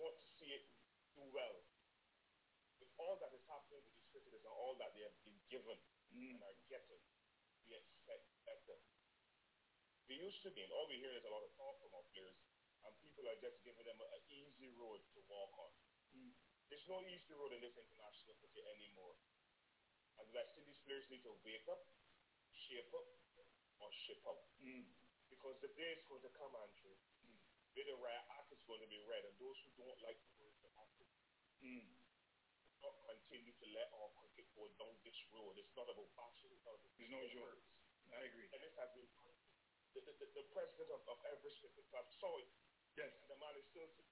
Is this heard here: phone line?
yes